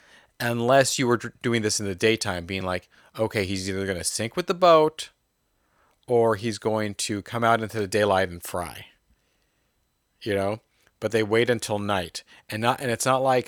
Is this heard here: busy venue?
no